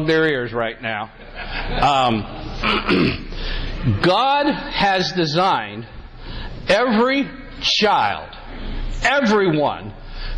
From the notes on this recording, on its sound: Today’s episode is a recording from a talk. At a Catholic Men’s Conference.